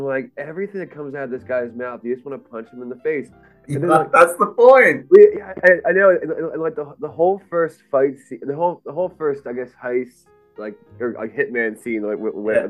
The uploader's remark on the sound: Sorry for the minor audio distortion. We suspect Ron left a few bugs since we gave him the ax.